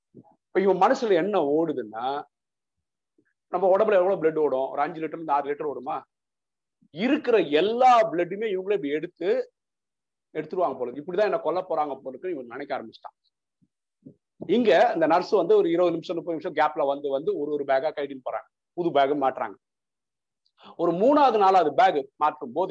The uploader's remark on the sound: Speech at Saveeta Engg College via zoom.